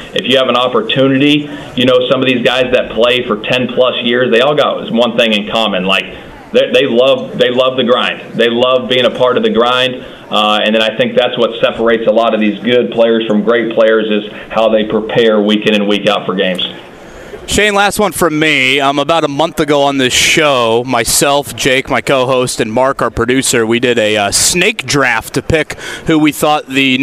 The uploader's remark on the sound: live at the Combine